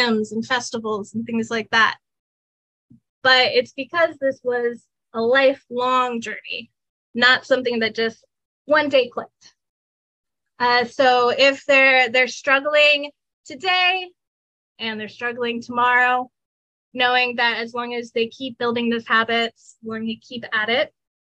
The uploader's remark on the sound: Webinar Recording.